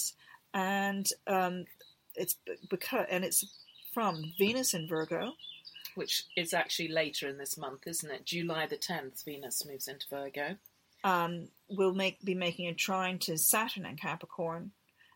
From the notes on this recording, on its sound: We record the latest podcast on a narrow boat rocking gently back and forth on the canal sipping cups of tea.